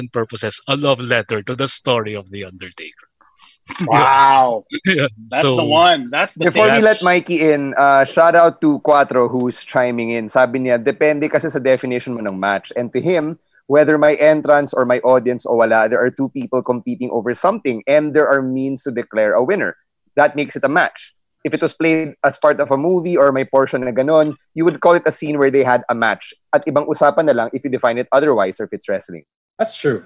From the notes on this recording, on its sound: We also took your calls, because that's something we can do now, and the results were great!